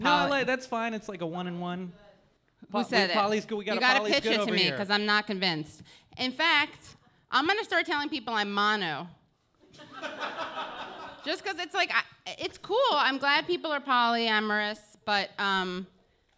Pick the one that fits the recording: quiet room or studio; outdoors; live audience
live audience